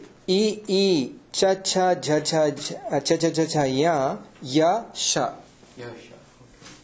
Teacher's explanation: इकारस्य स्थानं किम् तालु अत्र यकारः अपि तथा तालु